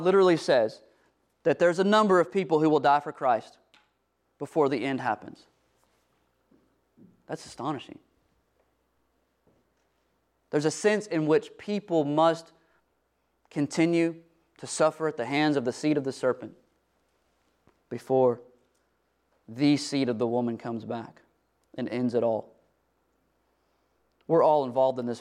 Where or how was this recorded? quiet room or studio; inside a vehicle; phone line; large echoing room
large echoing room